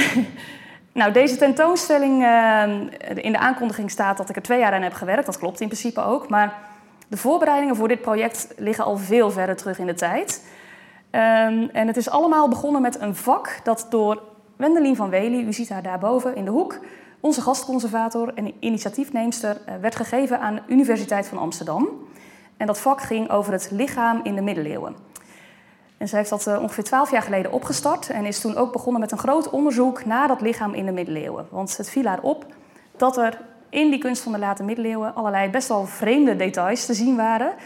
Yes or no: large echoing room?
yes